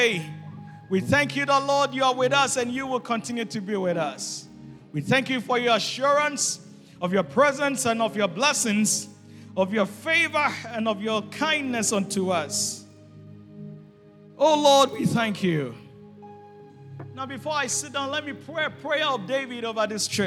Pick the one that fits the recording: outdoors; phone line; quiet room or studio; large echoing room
large echoing room